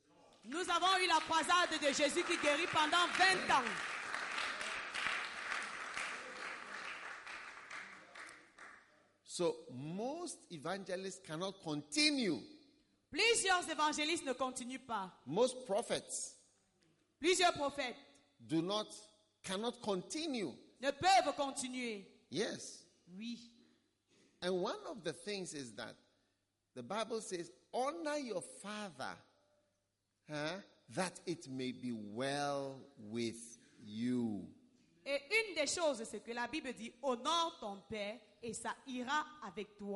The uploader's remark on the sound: Preached at a Healing Jesus Campaign Pastors' Conference in Ebolowa, Cameroon